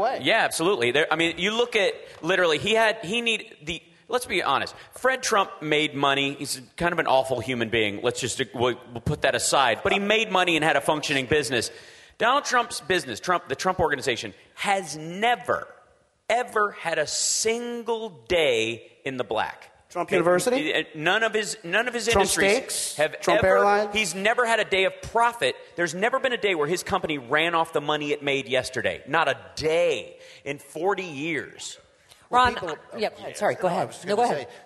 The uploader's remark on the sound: Live from the Seattle Sexy Liberal show